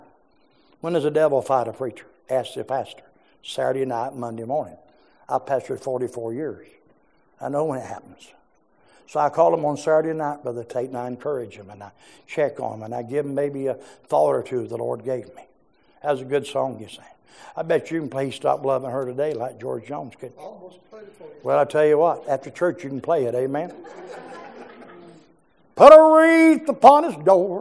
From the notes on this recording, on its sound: preached in our morning service